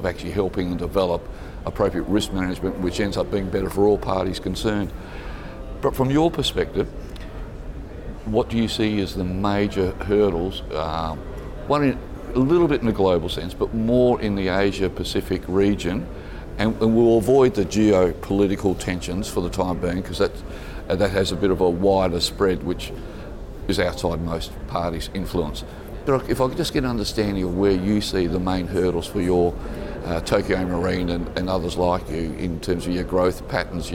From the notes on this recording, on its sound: at the Singapore International Reinsurance Conference